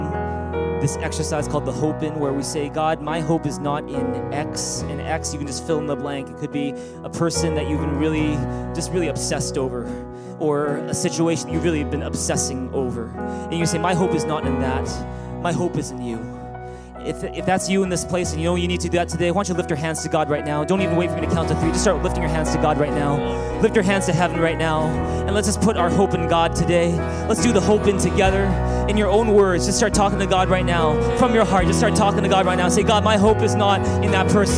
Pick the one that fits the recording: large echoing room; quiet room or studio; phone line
large echoing room